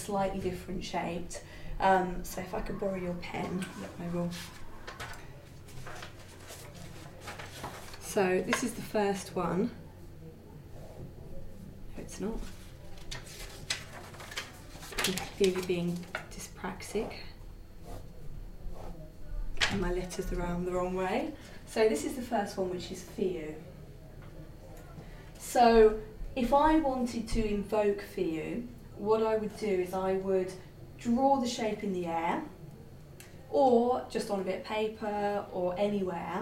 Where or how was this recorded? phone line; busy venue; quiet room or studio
busy venue